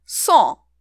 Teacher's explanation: in French, the k sound before e and I became, well, first a t sound, like ts, and then eventually shifted to an s sound